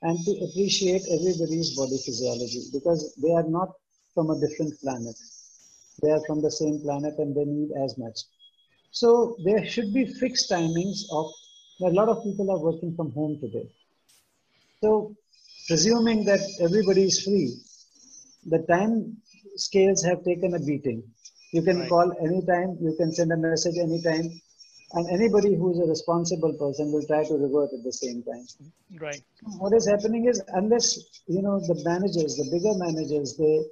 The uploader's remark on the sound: This episode is a recording of the Webinar hosted in June 2020